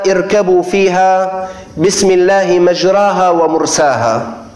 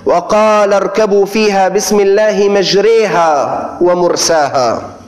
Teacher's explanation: في سياق اللغة العربية لو أردنا أن نقرأ هذه الآية لقلنا اركبوا فيها بسم الله مجراها ومرساها، لكنك عندما تقرأ الآية في القرآن الكريم تنطقها بإمالة في كلمة مجراها · Shown in: second take · فتقول وقال اركبوا فيها بسم الله مجريها ومرساها.